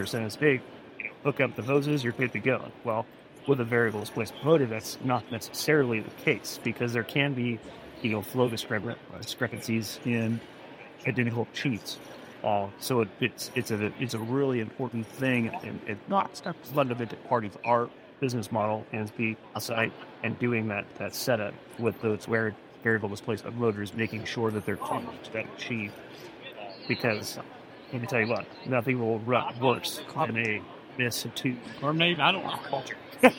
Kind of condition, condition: fault, background noise